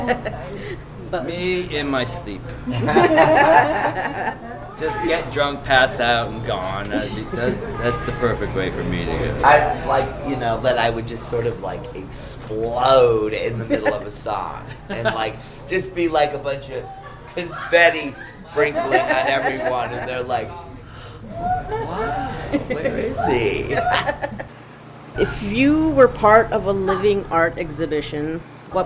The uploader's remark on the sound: This interview took place inside the venue before soundcheck. I apologize for all the noise in the background. There are only so many filters and effects I can use without making it sound even worse. The Casbah is in the flight path of San Diego International Airport, which will be apparent at certain points of the recording.